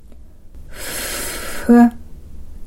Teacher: フは摩擦音ですから、フというように息の続く限り長い子音を出すことができますが、プの方は瞬間的な子音です。最後にこのぶを有声音にしたぶという音素ですが、これも異音はありません。先ほどのふとぶの違いと同じような違いがぶとぶの間にもあります。つまり摩擦音であるぶと違ってぶの発音では唇が完全に閉じられる瞬間があります。また摩擦音のぶは息が続く限りうーという長い子音を出すことができますが、ぶの方は瞬間的な子音